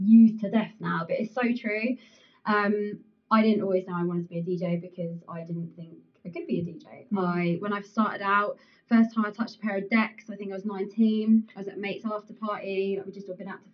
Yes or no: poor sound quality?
yes